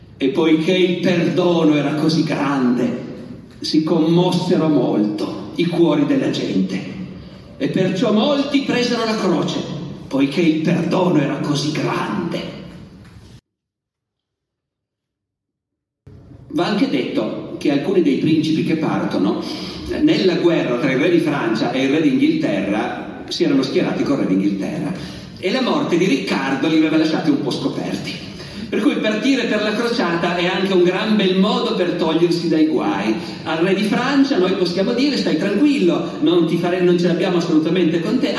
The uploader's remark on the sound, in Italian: (Sarzana, 2023). Evento registrato in loco.